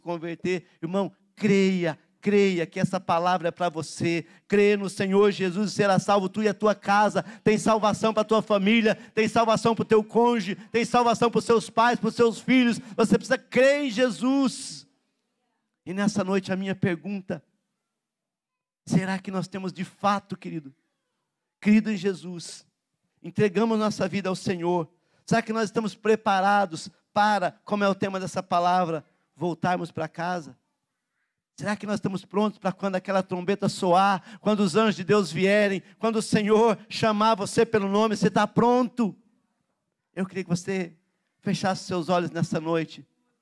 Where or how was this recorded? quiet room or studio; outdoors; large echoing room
large echoing room